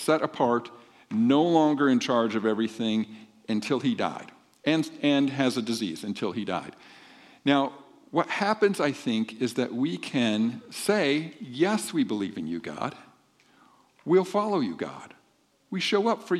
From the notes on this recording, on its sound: This podcast has the audio from the second service on 2-18-24